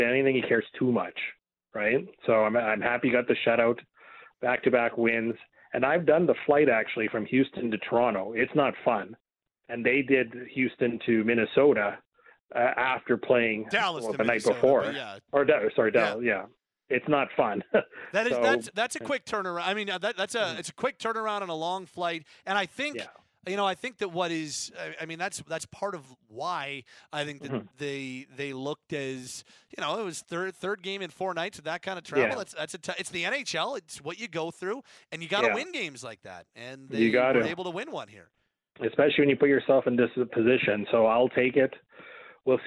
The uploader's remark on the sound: we open up the Phone and Text lines to let your hot takes fly!